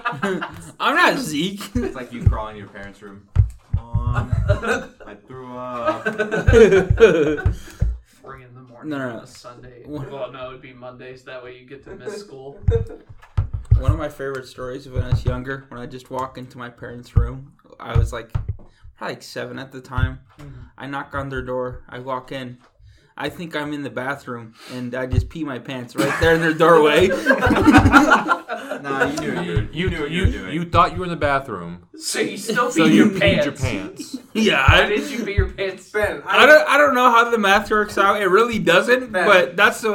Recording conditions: poor sound quality